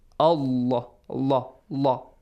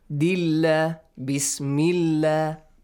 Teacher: So, whenever, remember, that if you have a fatha sound before the word Allah, a sound, or u sound, these two sounds, fatha and dhamma, you gotta pronounce the letter lam of the word Allah or the word Allahumma heavily · Shown in: first take